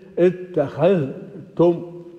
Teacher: ينطقون بالزال ساكنة والتاء مضمومة بلا شدة، اتخذتم. والباقون يضغمون الزال في التاء، إذ اتخذت لا تنطق الزاد، ولذلك تعرى من علامة السكون وتشدد التاء وتوضع عليها ضمة. · Term: يفكون